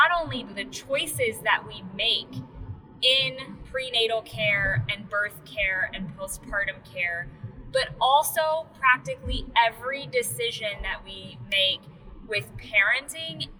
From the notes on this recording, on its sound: Car trips between prenatals can be inspirational, but funky on the audio quality.